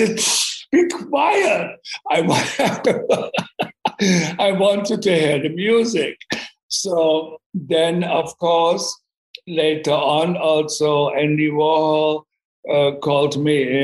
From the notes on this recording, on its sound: sat down over Zoom